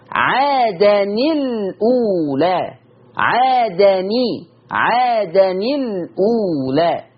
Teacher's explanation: فبقى عندي التقاء ساكنين التنوين واللام، اللي بيحصل بمسك الساكن الاولاني ينكسر يحرك بالكسر، عشان كده واحنا بنقرا بروايه حفص عادني الاولى، عادني عادني الاولى، ده على روايه حفص.